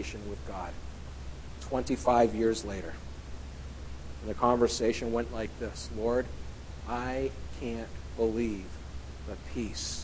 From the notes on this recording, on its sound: at The People’s Church of Somerville, NB